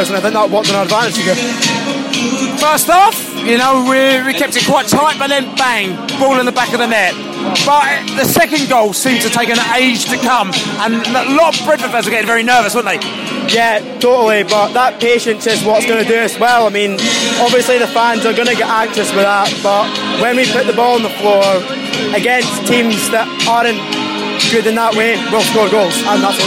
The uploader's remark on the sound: post-match podcast from the pub